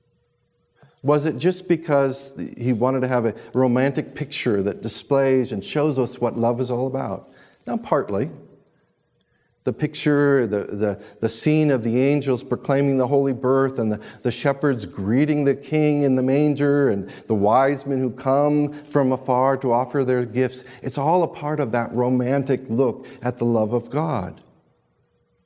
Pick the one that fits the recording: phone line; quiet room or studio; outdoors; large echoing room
large echoing room